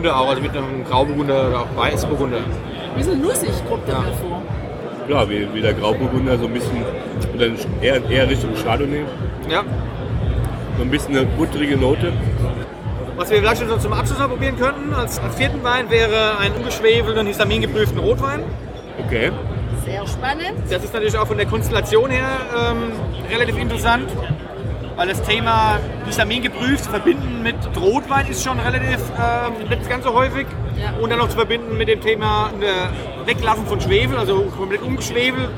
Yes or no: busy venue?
yes